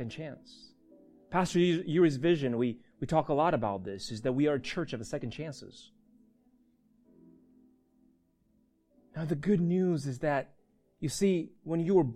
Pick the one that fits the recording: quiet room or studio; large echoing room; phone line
large echoing room